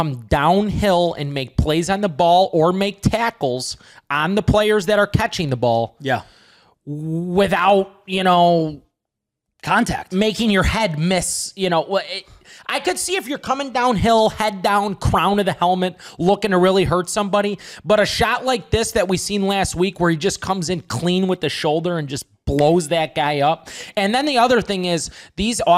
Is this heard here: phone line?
no